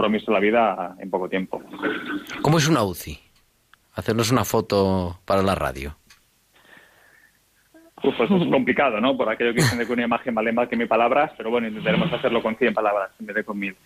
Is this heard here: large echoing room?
no